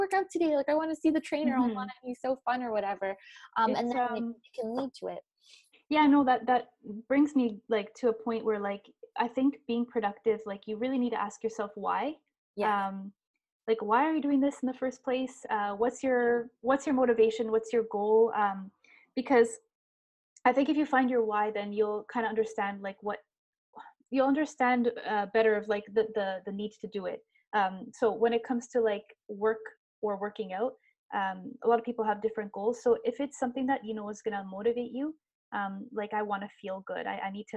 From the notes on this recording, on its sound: This season is recorded online during quarantine as we are practicing social distancing.